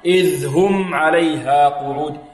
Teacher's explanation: ثلاثة، ثلاثة معنا الآن، ذات الوقود، إذ هم عليها، إذ، الذال هنا من طرف اللسان مع طرف الثنايا العليا، وإذ هنا مظهرة في الهاء، لا تضغم